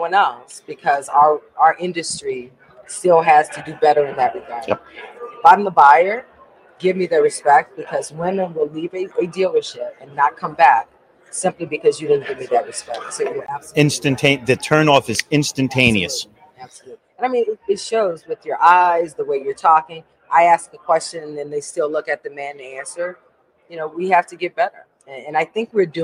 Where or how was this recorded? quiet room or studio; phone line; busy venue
busy venue